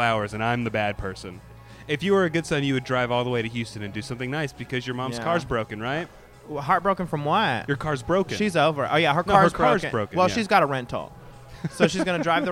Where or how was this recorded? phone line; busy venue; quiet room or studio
busy venue